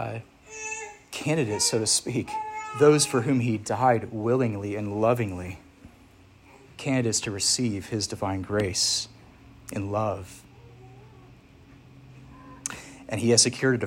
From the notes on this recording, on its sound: Preached at Church of the Harvest, ARP (Williamsburg, VA)